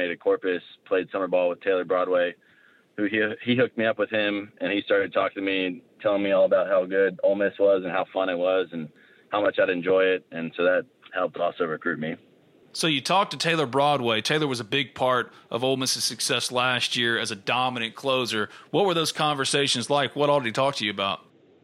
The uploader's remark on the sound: Joins on the Modern Woodmen phone line.